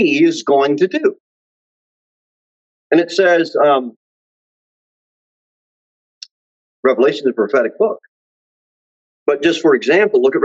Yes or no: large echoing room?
yes